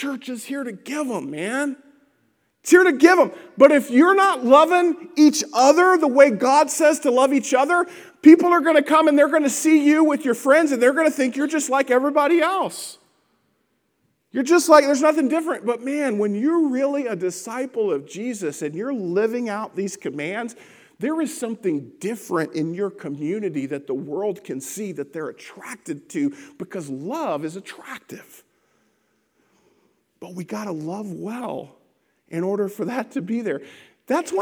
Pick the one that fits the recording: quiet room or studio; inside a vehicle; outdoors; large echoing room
large echoing room